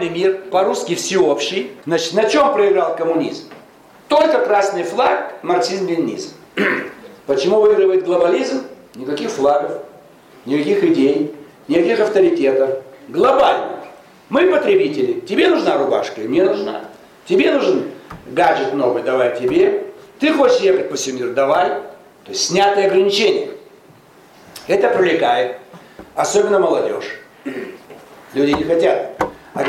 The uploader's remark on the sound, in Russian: выступил с лекцией перед студентами социологического факультета МГУ